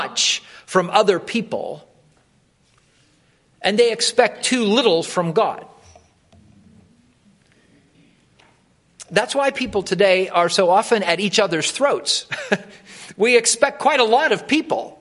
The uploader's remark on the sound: Wilmore Free Methodist Church Morning Worship